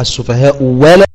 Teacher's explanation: السفهاء ألا، اجتماع الهمزتين من إيه؟ من كلمتين، والثانية منهما مفتوحة بعد الضم، فيكون فيها الإبدال واو مفتوحة